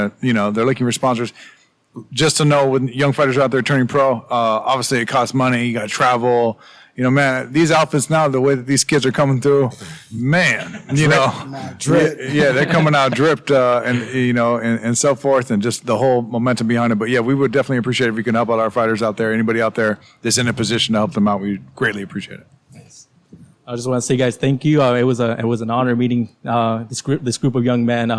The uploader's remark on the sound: Live from the Jackrabbit boxing academy